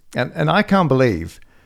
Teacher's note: actually I didn't even pronounce the T. There's no T when I said can't. I said can.